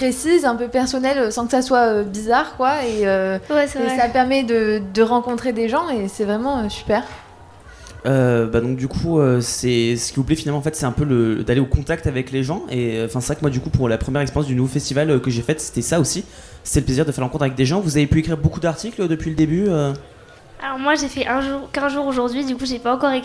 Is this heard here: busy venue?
yes